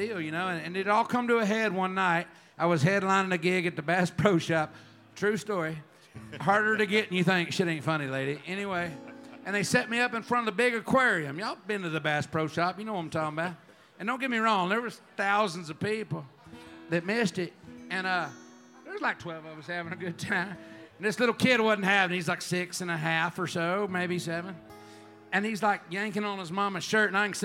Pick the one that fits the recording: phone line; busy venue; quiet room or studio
busy venue